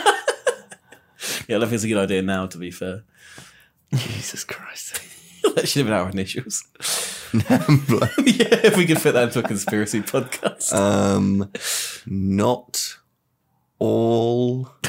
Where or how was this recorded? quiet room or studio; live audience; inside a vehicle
quiet room or studio